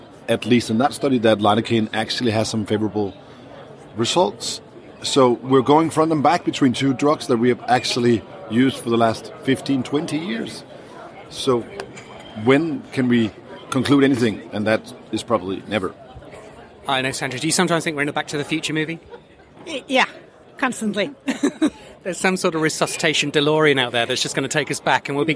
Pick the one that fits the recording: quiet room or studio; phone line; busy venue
busy venue